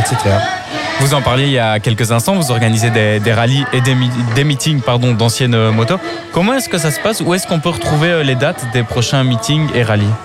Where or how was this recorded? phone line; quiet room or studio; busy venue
busy venue